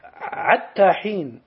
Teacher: بعض العرب يقول مثلا عتى حين، هذه قراءة ابن مسعود، هذيل تبدل الحاء هنا عينا، وتسمى هذه اللغة العنعنة